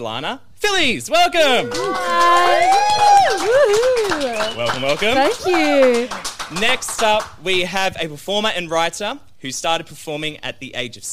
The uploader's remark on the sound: for a live Q&A session at Meraki Arts Bar